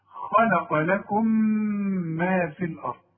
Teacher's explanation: يبقى التقت ميم ساكنة بميم متحركة، فبندغم هنا ولازم نغن بمقدار حركتين، غنة بمقدار حركتين